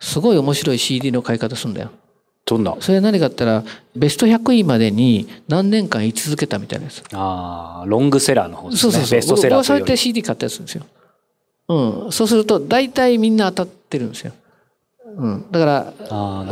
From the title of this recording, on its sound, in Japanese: 公開収録